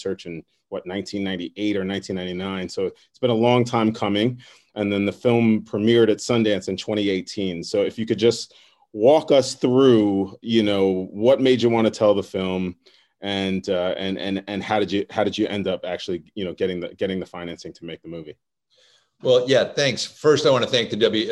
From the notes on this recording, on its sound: in a spoiler-filled virtual Q&A